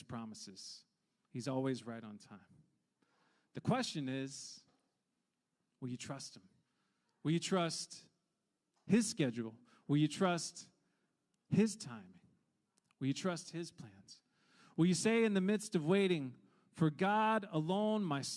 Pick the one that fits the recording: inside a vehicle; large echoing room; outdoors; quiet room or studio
large echoing room